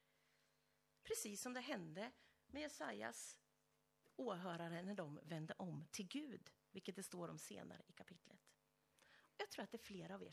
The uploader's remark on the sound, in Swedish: Inspelad under gudstjänst i Löfstadkyrkan i Tranås. Vi beklagar att inledningen av predikan föll bort.